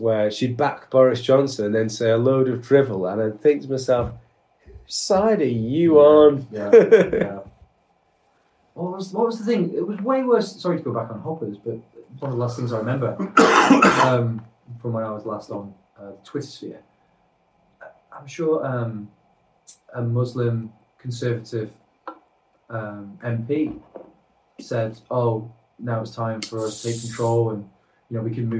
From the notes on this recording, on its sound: Its a catch up episode that came with freak audio issues....